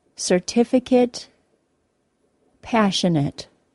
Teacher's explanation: I hope you could hear that the final syllable of generate sounded like eight with a long A sound, but the final syllable of the words certificate and passionate sounded like it with a short I sound